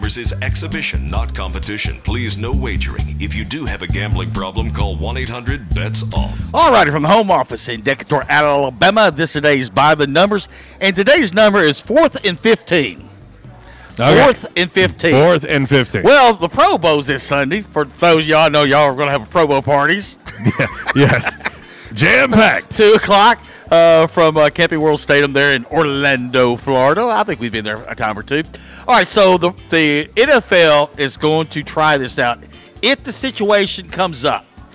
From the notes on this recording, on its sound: LIVE from JTown's Grill! The Ticket 95.3 Fm/970 AM, Ritter Communications Tubetown 21!